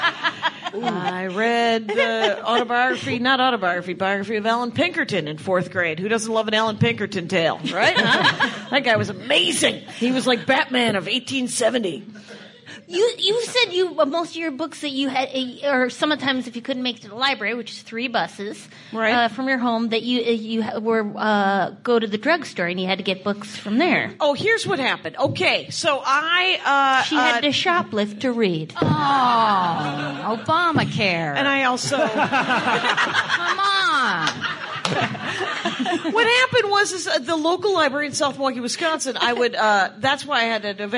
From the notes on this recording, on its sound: LIVE at LA Podcast Fest. Live at the LA Podcast Festival to a full crowd!